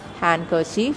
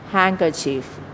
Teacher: The consonant N changes into ing due to the influence of K right after it. · Shown in: second take · So the alveolar N gets velarized into ng, ing, due to the proximity of K. · Term: assimilation